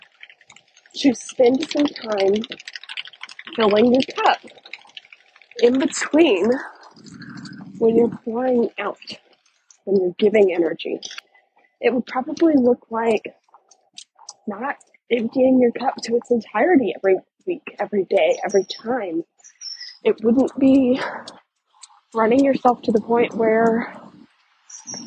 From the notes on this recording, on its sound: in this walk and talk style episode